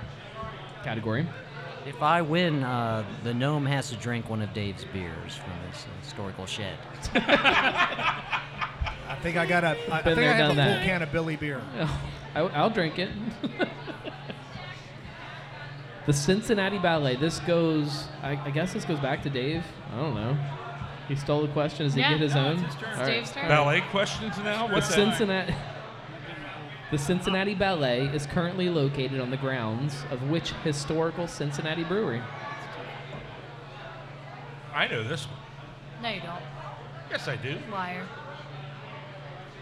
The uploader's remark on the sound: We once again are live at Braxton Brewing Company in Covington, KY.